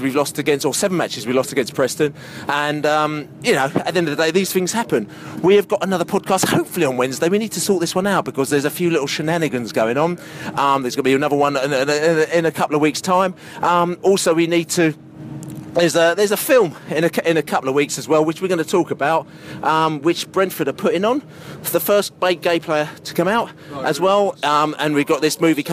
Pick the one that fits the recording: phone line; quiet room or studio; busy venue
busy venue